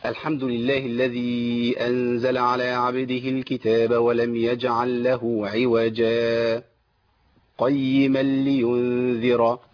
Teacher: سكت إن أنا القارئ يقطع القراءة بس ما ياخدش نفسه ويصلها بما بعدها